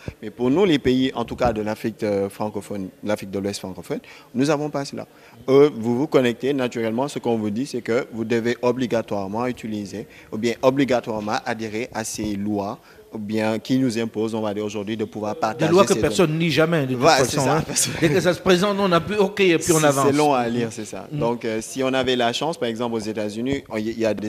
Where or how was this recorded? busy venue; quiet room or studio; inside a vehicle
busy venue